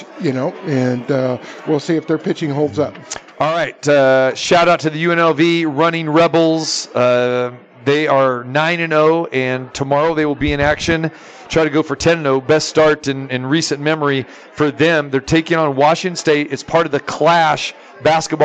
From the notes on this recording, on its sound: Live From The Westgate.